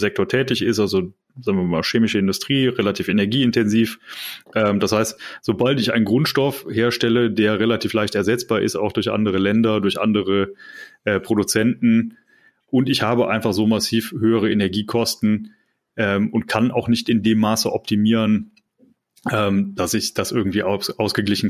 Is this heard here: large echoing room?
no